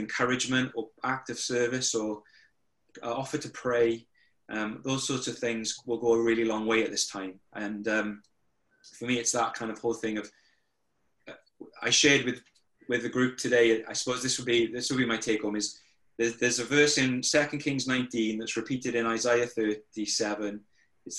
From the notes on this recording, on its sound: over zoom